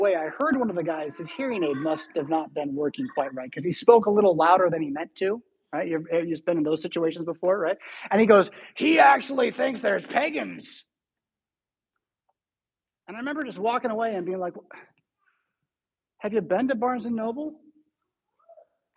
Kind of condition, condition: setting, large echoing room